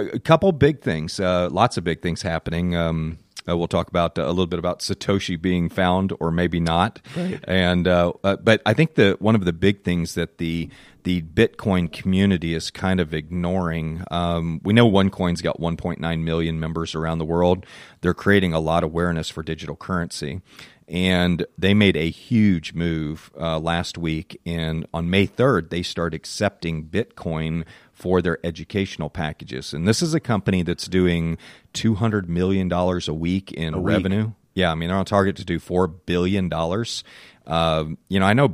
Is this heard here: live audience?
no